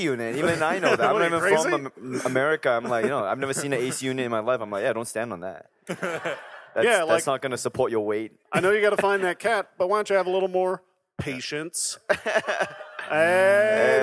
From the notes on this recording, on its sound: this performance taped at the Now Hear This podcast festival